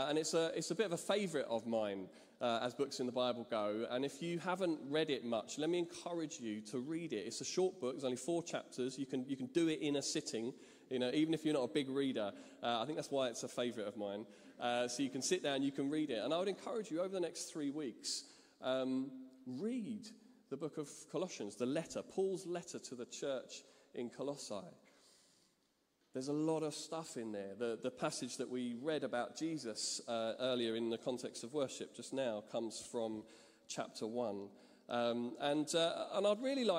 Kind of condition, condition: setting, large echoing room